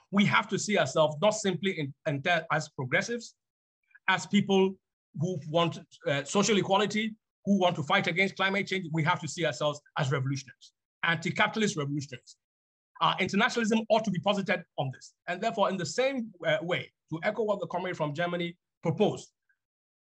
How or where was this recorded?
video call